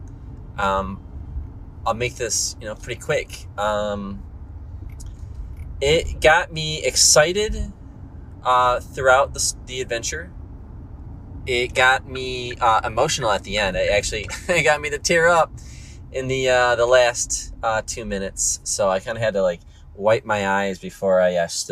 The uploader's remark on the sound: I recorded this one in the car